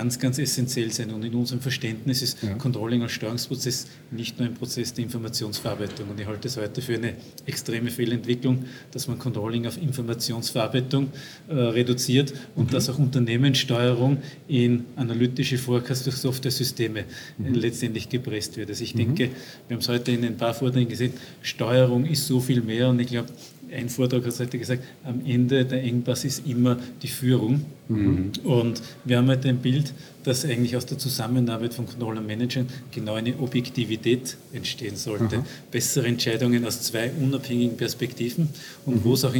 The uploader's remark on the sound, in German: Im Interview auf dem CC 2018. Congress der Controller in München. Der Performance Manager Podcast war live vor Ort und hat auf dem größten Controller-Fachtreffen Europas mit den Who‘s Who im Controlling geredet.